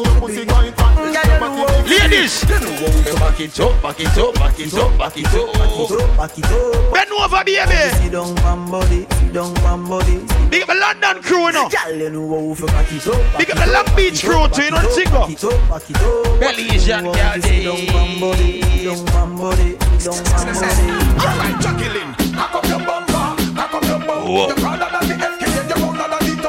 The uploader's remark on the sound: LIVE AT RUMPUNCH BRUNCH